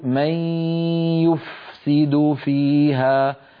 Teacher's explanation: لابد أن نبين الفاء عند السين وأن يكون صوتها واضح